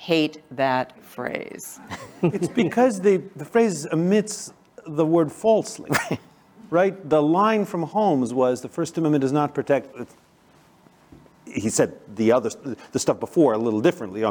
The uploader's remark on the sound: Zócalo Public Square. Live from the ASU California Center.